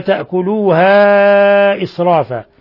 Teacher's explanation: مد منفصل ومد من 4 إلى 5 حركات